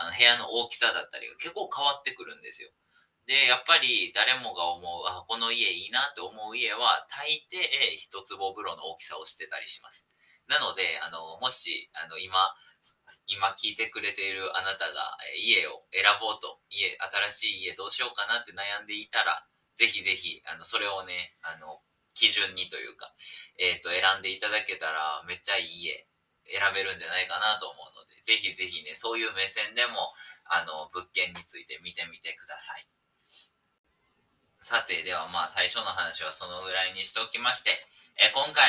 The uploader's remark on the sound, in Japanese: 音質悪くなっております！！今回は音質悪目です！（やらかしましたｗ）。